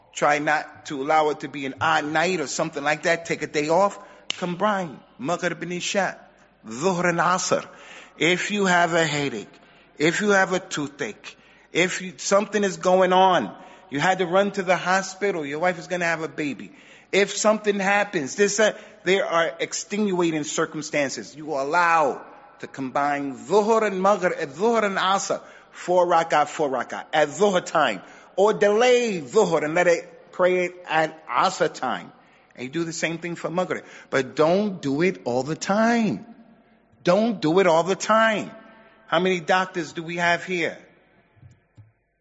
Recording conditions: large echoing room